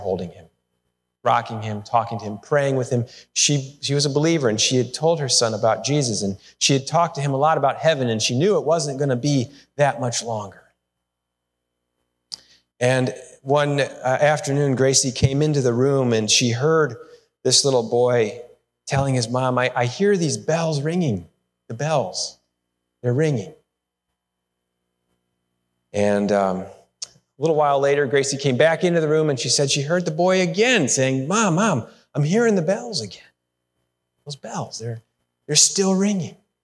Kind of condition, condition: setting, large echoing room